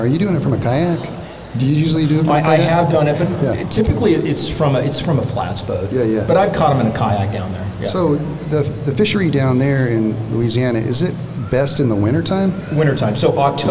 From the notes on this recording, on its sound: I recently had the honor of hosting my podcast in front of a live podcast audience at the Bass Pro Shop in Rancho Cucamonga, California.